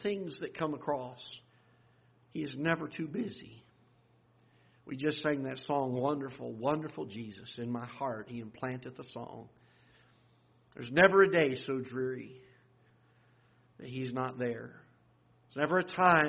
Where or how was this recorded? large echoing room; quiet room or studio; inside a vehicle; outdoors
large echoing room